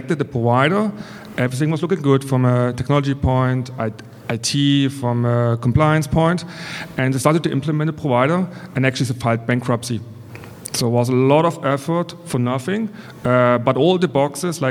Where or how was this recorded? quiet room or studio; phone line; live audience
live audience